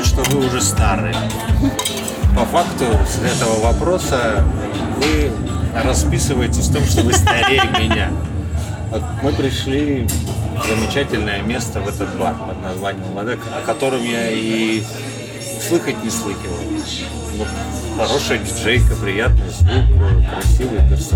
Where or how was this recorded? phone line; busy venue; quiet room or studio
busy venue